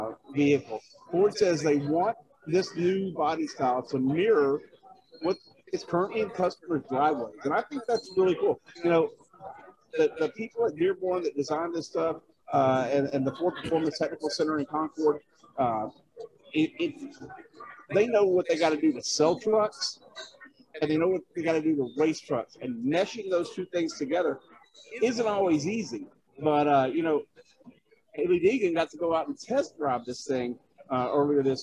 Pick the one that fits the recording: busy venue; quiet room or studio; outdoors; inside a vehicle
busy venue